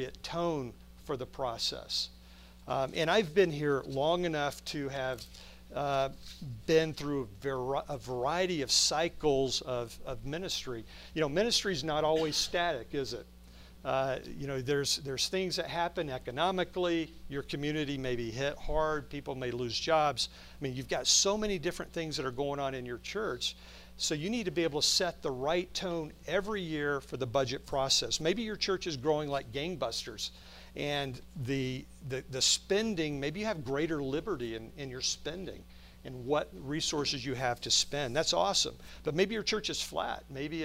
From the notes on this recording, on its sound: From the Spiritual Leadership Conference at Lancaster Baptist Church